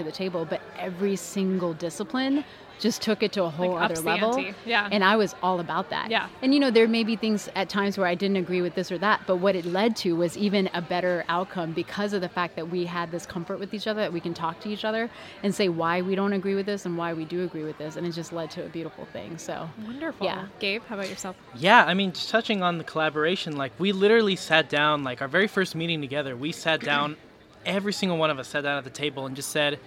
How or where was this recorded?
busy venue